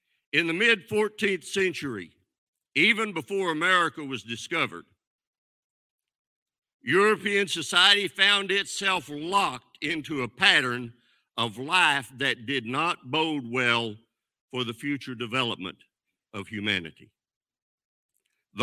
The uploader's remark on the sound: This sermon was recorded live on May 13th, 2022 at Newark United Pentecostal Church.